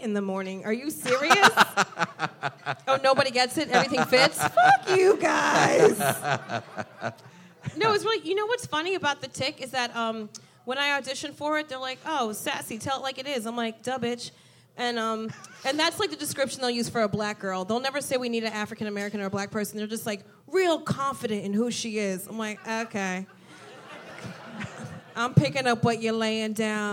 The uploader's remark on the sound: Live from SF Sketchfest